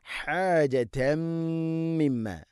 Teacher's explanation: തൻവീനിനെ മീമിലേക്ക് കൂട്ടിലേപ്പിക്കണം, ഇദ്ഹാം ചെയ്ത് ഉച്ചരിക്കണം, മണിച്ചുകൊണ്ട് ഓതണം അവിടെ. ഹാജതം മിമ്മ ശേഷം മീമിന് ശബ്ദമുണ്ട്, മണിക്കണം.